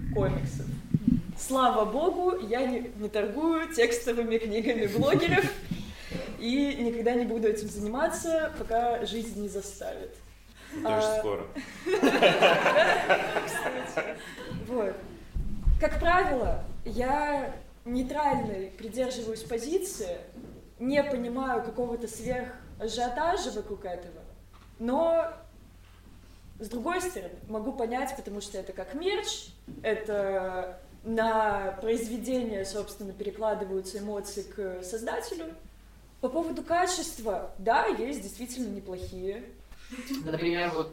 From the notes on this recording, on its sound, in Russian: Специальный выпуск подкаста, записанный в Библиотеке Комиксов в Петербурге в Ночь Музеев.